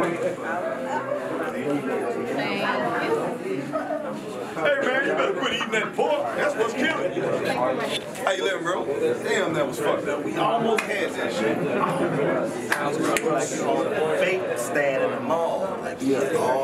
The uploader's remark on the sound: Live From The Jacksonville Arena